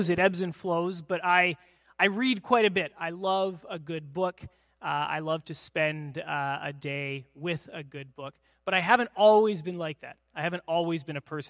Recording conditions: large echoing room